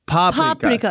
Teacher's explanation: So the accent is on the P. I think the emphasis is on the first syllable, I believe is the case.